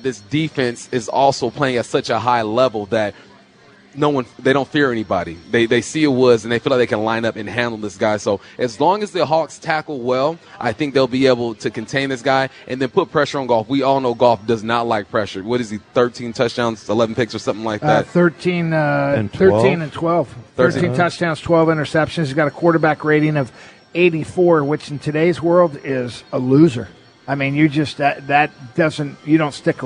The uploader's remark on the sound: live at Snoqualmie Casino